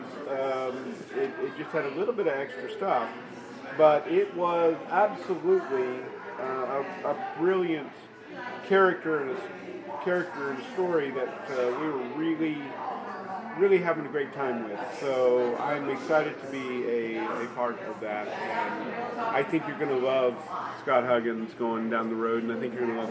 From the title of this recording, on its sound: The guys check in from FantaSci 2021